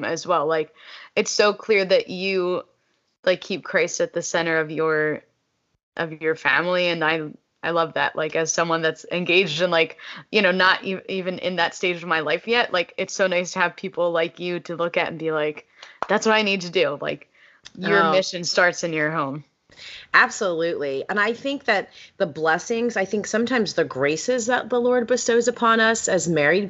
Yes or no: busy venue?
no